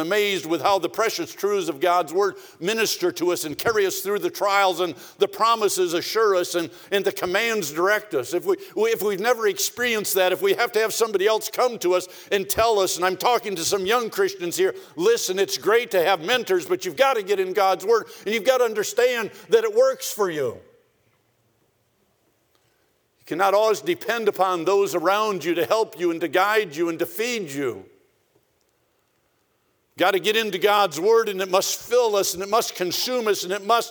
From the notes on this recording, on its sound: for the 2021 Spiritual Awakening Conference from the chapel platform of Baptist College of Ministry.